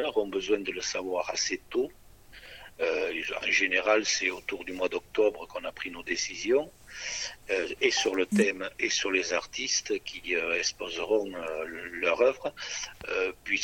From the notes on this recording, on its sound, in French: Entretien téléphonique